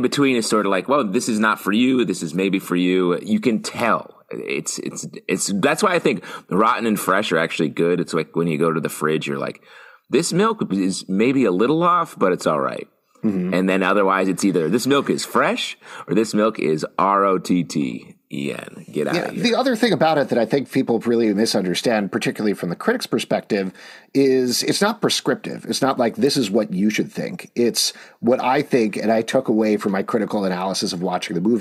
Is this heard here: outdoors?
no